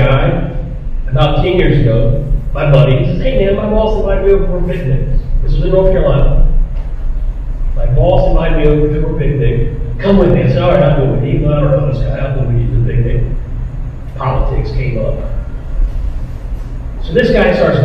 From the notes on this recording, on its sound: The audio of the video is because it was shot in a firehouse.